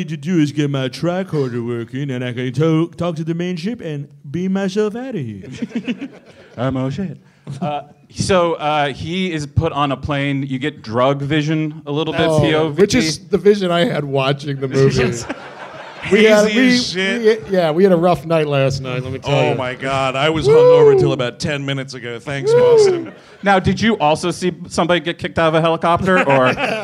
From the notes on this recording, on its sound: Live in Boston. Recorded live at Laugh Boston. In Boston, Massachusetts.